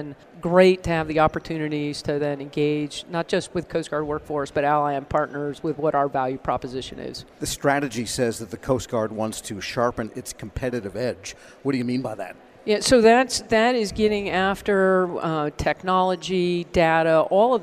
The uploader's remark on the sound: At this week's Sea Air Space Conference